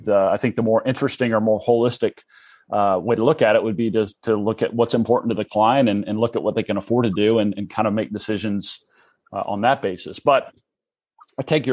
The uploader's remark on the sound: Reverse Mortgage webinar recording.